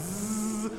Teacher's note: The Z is a voiced consonant, meaning you can sing on that consonant.